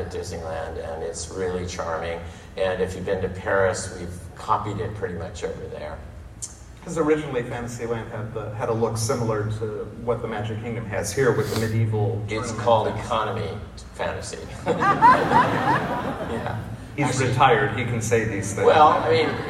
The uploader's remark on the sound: Live from Dis Family Reunion